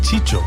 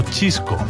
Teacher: muchas veces el sonido C o S pasa a ser Che